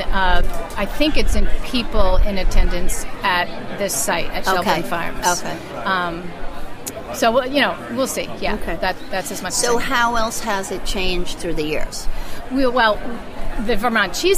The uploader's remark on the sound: Cheese lovers descended upon the historic Shelburn Farms Coach Barn for the annual Vermont Cheesemakers Festival. Live from the festival in this special on location episode of Cutting the Curd.